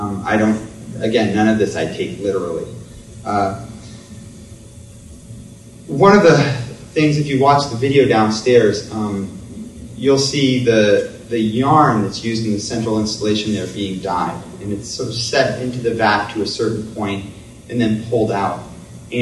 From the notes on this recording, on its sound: Public lecture. Coincides with exhibition.